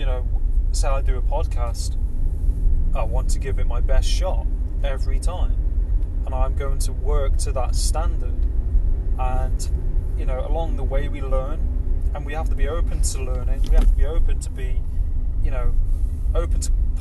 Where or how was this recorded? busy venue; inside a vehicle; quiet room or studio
inside a vehicle